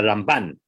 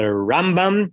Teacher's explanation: But he would say the way you distinguish between them is that it's the Rambam and the Ramban, that the Ramban gets the stress on the second syllable and the Rambam gets the stress on the first syllable